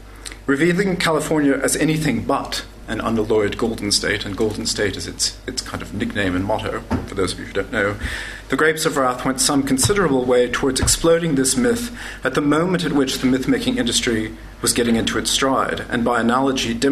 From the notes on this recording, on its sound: This event forms part of LSE Space for Thought Literary Festival 2014, taking place from Monday 24 February - Saturday 1 March 2014